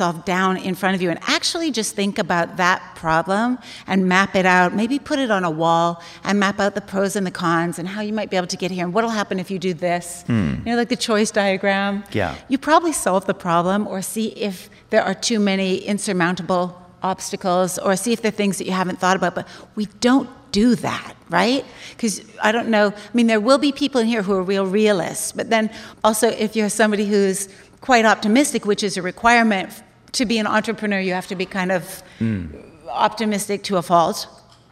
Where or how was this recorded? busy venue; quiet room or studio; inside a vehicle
busy venue